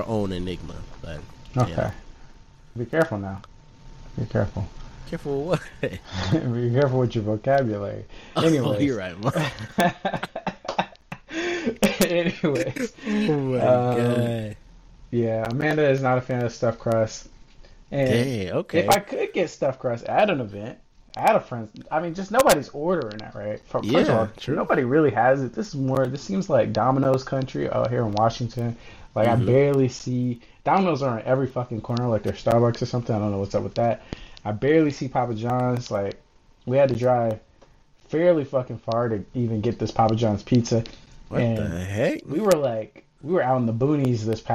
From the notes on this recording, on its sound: Pardon the dog water audio, not sure what happened there.